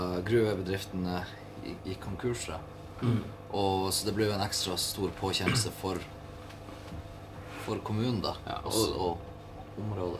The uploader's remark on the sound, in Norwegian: Backstage på Meieriet